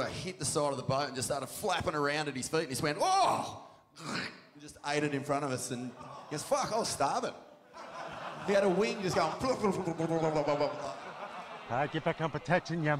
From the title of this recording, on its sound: Live at Beer Farm Margaret River